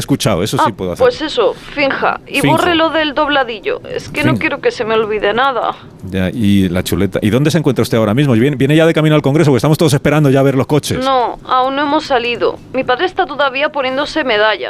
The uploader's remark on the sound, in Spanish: logra hablar brevemente por teléfono con la protagonista de esta jornada